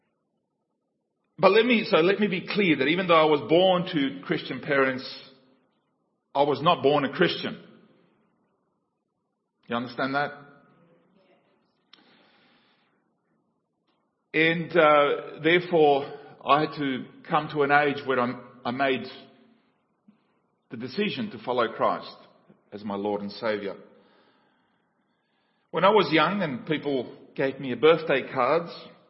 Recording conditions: large echoing room